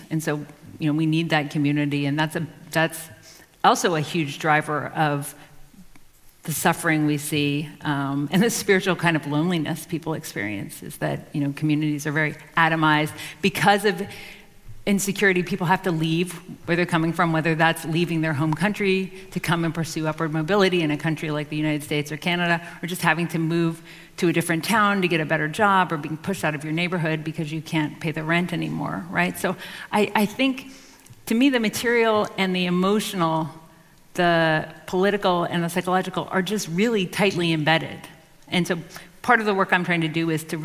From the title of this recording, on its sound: CBC Massey Lectures: Audience Q&A